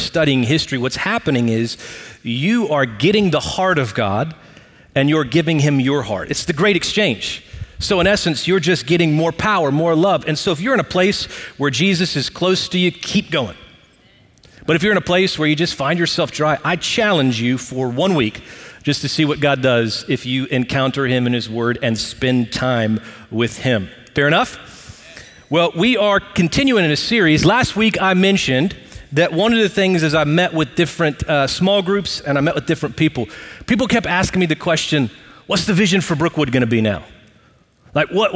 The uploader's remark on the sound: Recorded live at Brookwood Church on 08.20.2023.